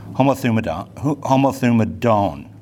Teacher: For the one voice, the homothumadon. Yeah, so it would be homothumadon with the accent on the last syllable